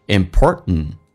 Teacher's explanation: 口语化当中 important 的第一个 t 不发音，弱化一下 important，就好像 kitten 说成 kitten，forgotten 说 forgotten。T 跟 N 在一起的时候经常 T 不发音，那么你可以发也可以不发都对。Alright，我们来体验一下慢速版本。